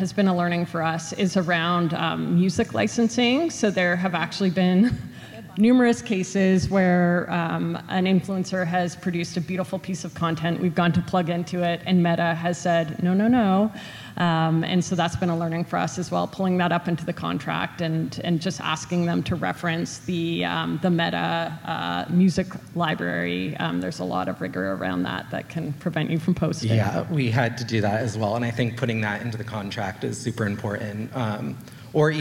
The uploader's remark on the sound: At the Retail Innovation Conference & Expo (RICE). We go back to a panel of marketing leaders.